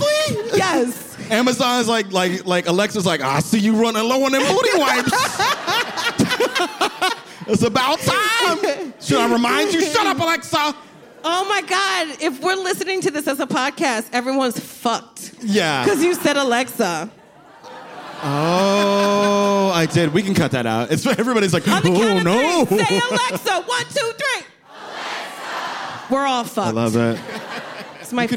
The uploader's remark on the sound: Recorded live at the Bell House in BK.